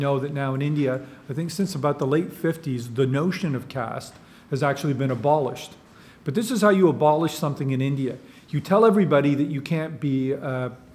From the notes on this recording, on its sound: This is a live recording